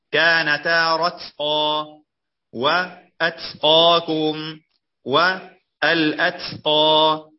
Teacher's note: فينبغي أن يلخص ويبين ويمنع من الإطباق لئلا يصير طاء